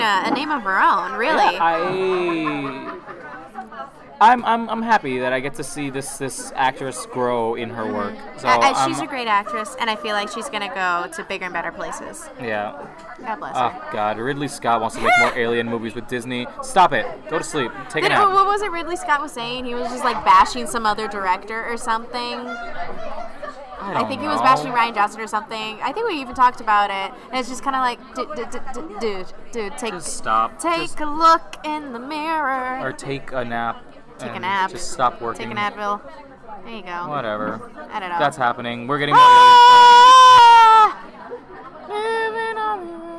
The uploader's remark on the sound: During our mini crisis over the background noise.